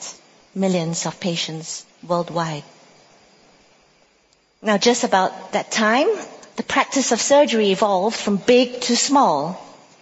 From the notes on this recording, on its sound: At the INK Conference